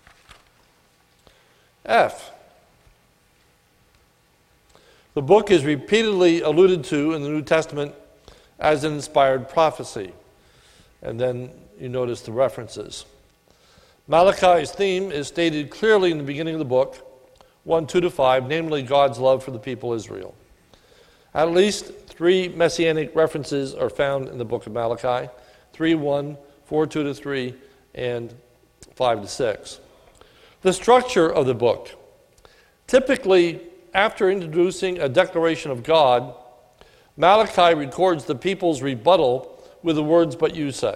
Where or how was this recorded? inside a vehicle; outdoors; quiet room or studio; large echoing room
large echoing room